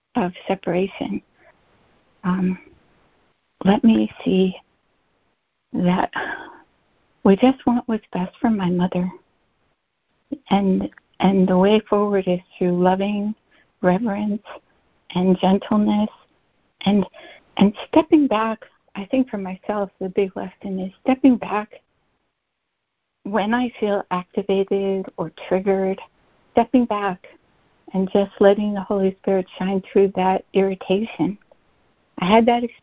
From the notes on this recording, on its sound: ACIM Daily Conference Call.